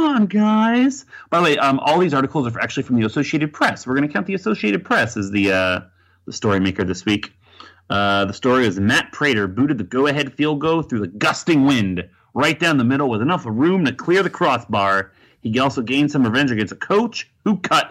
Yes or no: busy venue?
no